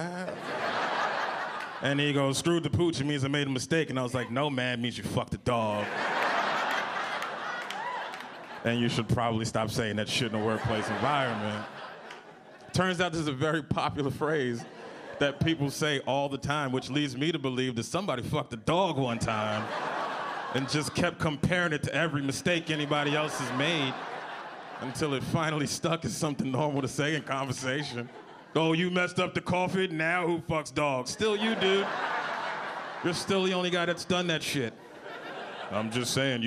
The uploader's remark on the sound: Gotham Comedy Live.